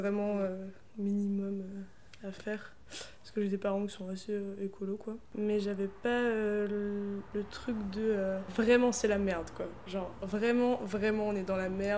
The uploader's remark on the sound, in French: déso pour les bruits